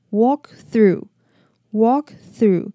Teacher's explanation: Walk through.有些人在念 walk 的时候会不小心带入一些卷舌音，不知道是不是在为 through 做准备。那它这里的 walk 的 A 一样是短母音，然后它的 L 是不发音的